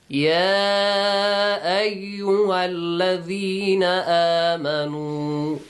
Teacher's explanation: the mad is not wajib, but you can stretch it